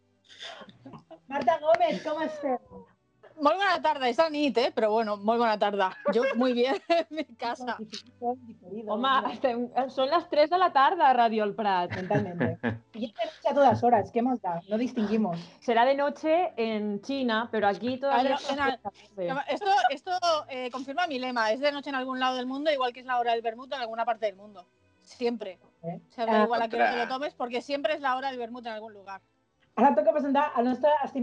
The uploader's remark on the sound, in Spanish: En este especial Navidad 2020, todo el equipo de La Sabionda se reúne, por supuesto a través de Skype, con este formato especial.